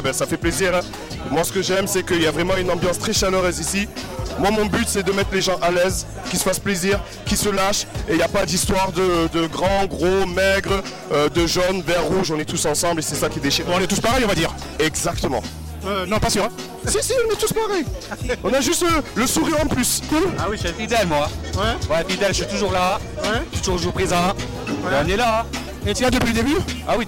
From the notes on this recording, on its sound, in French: Le live audio du micro trottoir. Revivez le micro trottoir de la soirée oldskool de la place des canailles sur Marseille.